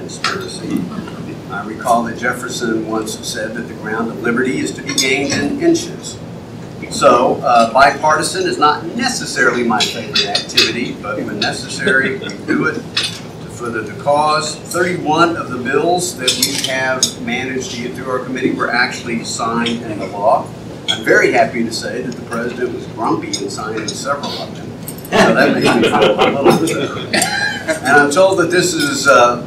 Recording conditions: live audience